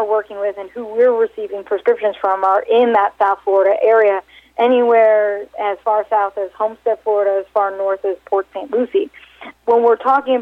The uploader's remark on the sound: called in to SmallCapVoice.